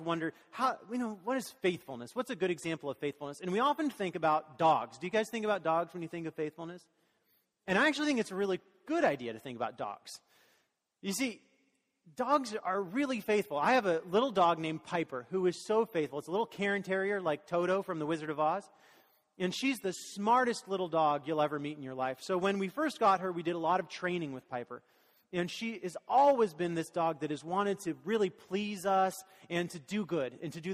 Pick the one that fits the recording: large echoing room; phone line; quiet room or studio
large echoing room